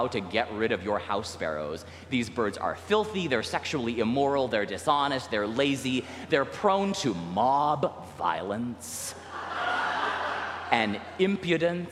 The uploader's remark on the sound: recorded live at the 10:00am service on Sunday, June 25th, 2023